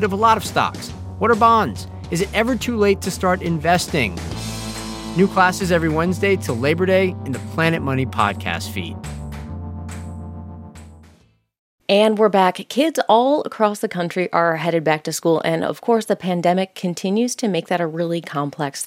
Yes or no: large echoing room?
no